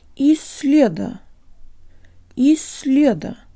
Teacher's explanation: taking care to double the length of the S